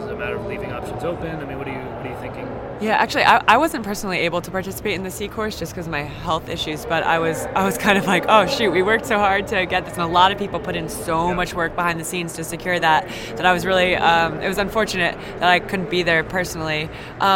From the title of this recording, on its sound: Live from the 2019 USC Convention